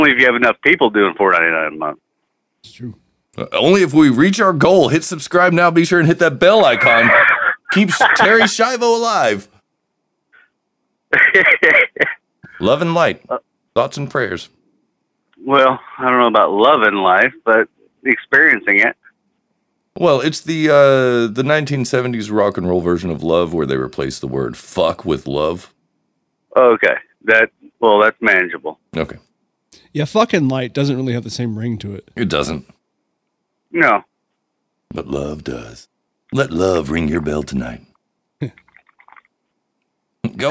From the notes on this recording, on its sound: Takes live calls. Your voicemails.